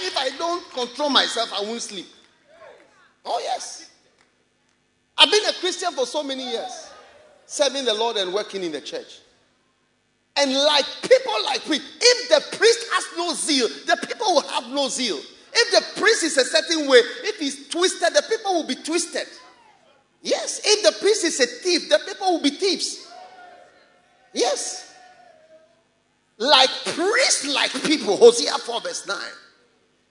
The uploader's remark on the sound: Preached at the Experience Service, First Love Church, Accra.